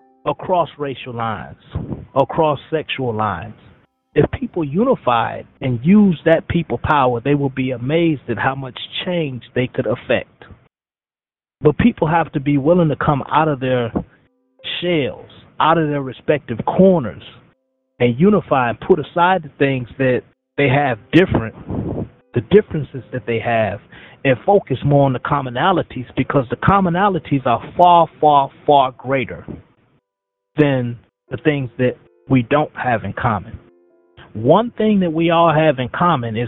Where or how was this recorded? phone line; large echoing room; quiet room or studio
phone line